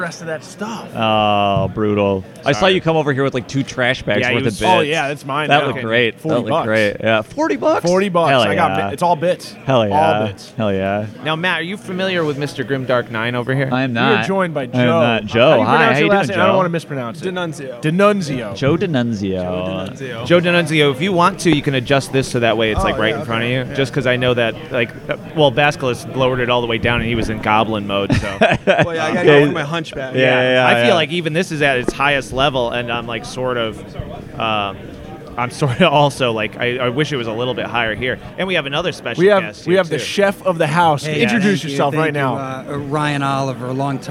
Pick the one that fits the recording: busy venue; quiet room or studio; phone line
busy venue